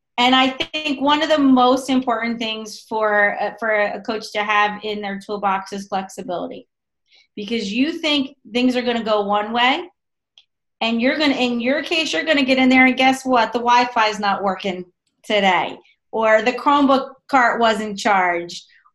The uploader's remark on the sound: On this episode, I Zoom